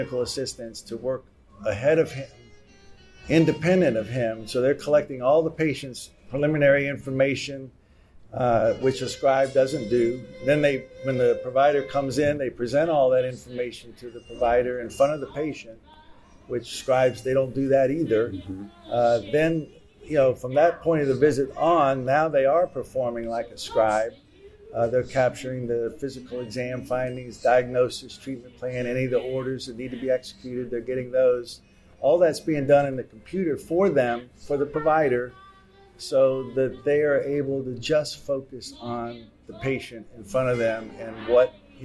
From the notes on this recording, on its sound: MGMA's Live From Orlando podcast series. Outside of the exhibit hall floor in Orlando while attending MGMA's Financial and Operations Conference.